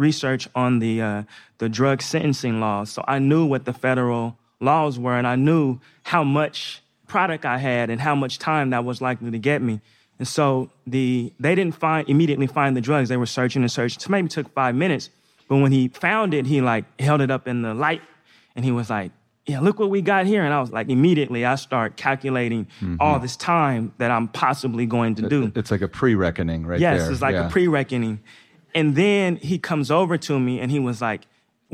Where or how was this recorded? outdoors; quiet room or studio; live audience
live audience